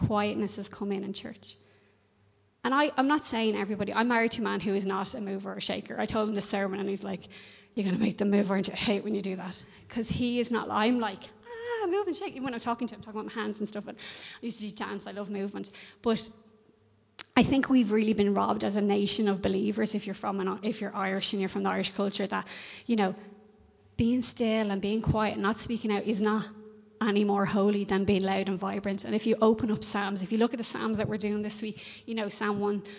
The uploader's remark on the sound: Recorded live in Liberty Church on 3 October 2021